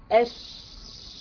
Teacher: انتشار صوت الشين من مخرجه حتى يصطدم بالصفحة الداخلية للأسنان العليا والسفلى. انت الصوت طالع بيصطدم بالأسنان العليا والسفلى من الداخل، أش، وهو حرف الشين فقط. · Term: التفشي